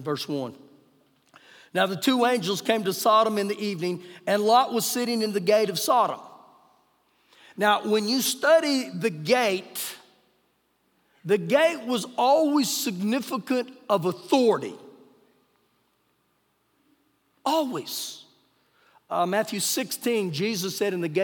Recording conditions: large echoing room